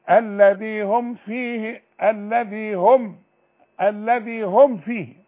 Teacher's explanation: اذا جت ميم بعدها فاء اوعى تغنها ابدا